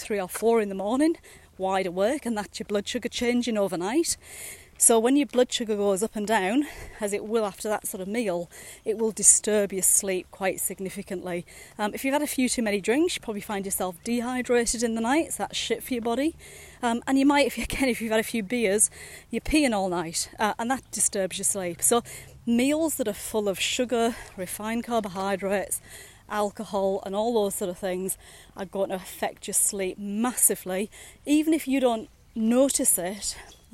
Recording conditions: outdoors